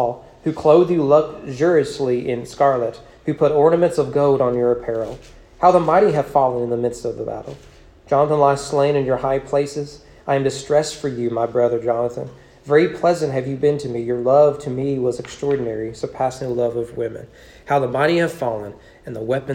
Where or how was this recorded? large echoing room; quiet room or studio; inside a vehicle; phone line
large echoing room